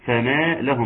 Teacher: ترقيق الفاء حاضر، وترقيق الميم نعم حاضر، ثم وتحقيق المد الطبيعي